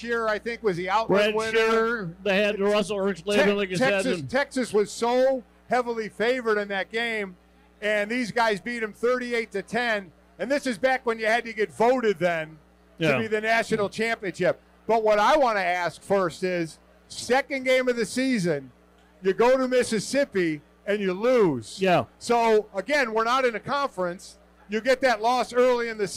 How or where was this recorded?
busy venue